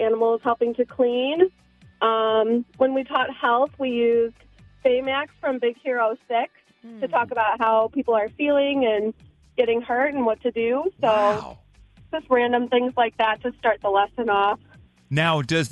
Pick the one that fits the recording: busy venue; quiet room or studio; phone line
phone line